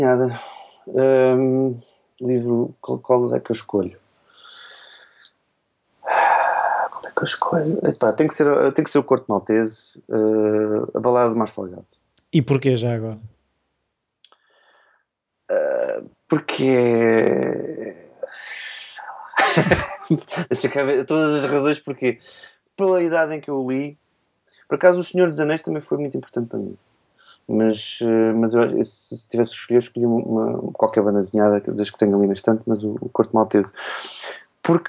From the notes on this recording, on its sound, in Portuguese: Não foi fácil arranjar um dia e um local que desse para os dois, daí termos finalmente decidido fazer por Skype.